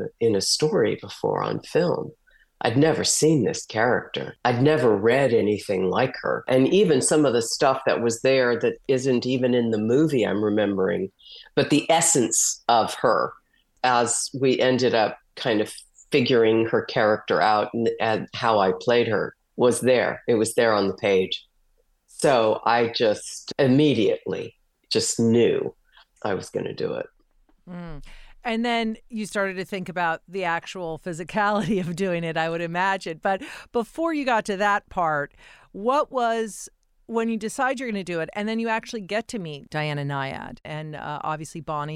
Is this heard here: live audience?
no